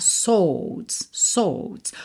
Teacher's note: Aqui é muito importante você lembrar que a gente não pronuncia o W de swords